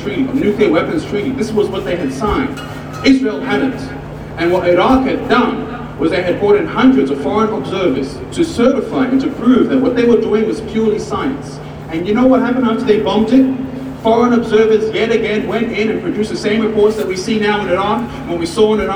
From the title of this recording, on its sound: Audio of my speech at the Palestine rally